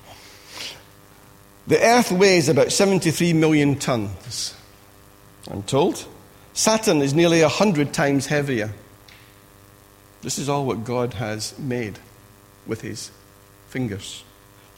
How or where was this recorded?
large echoing room